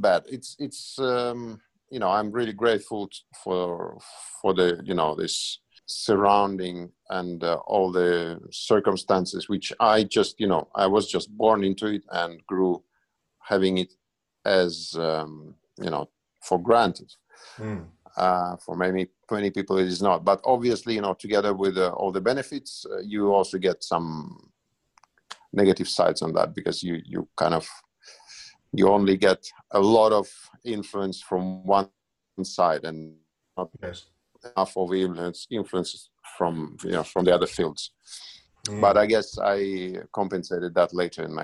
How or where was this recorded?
video call